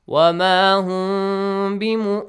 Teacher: But here in إخفاء of meme ساكن plus با، we hide the sound of meme.